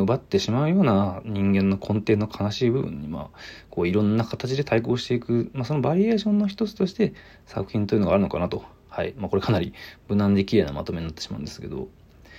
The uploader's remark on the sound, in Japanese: From Radiotalk。ボイスメモです。